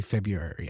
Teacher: And that pronunciation leaves out the first R. It's basically non-existent.